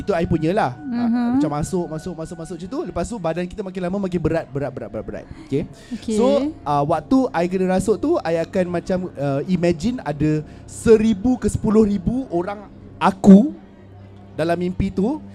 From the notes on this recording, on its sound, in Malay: Di tengah-tengah keseraman dan keghairahan Festival Seram Buku Prima